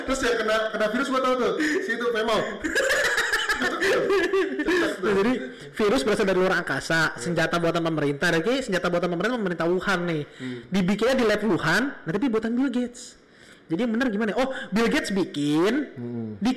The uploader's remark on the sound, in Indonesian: Maaf ya suaranya agak jelek karena sound-nya belum di setting.